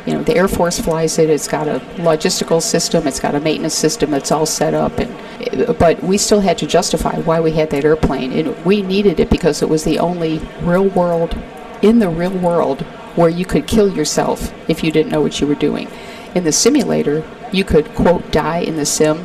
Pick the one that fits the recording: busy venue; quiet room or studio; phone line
busy venue